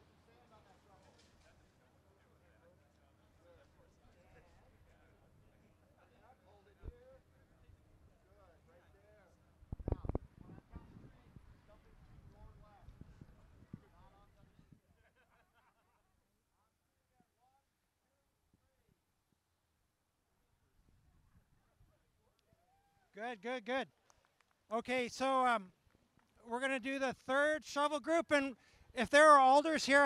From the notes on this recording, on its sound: News Conference. Bus Rapid Transit Ground Breaking.